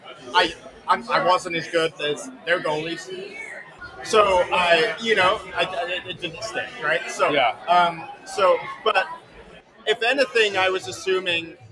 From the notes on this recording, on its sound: Recorded live on location at Northside Drafthouse in Richardson, TX